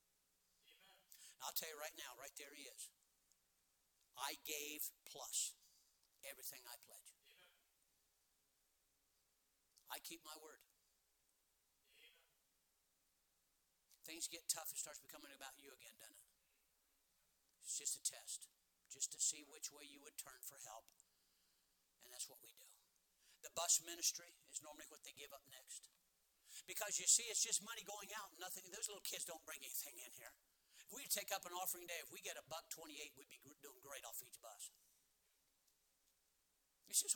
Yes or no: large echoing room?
yes